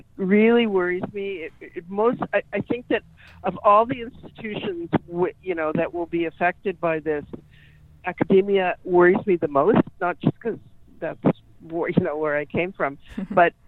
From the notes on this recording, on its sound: joined me on phone